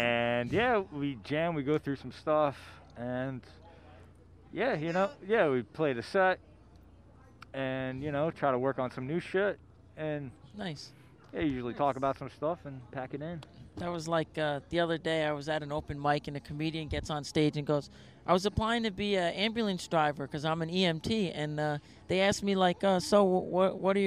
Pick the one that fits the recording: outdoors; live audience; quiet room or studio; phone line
outdoors